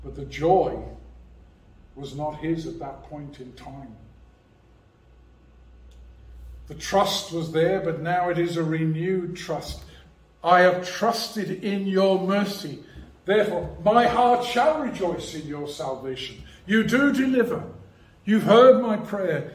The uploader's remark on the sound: preached at Rock of Ages Evangelical Church